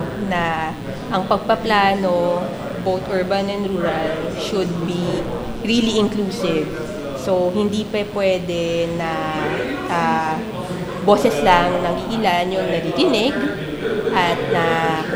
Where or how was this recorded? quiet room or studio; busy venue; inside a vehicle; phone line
busy venue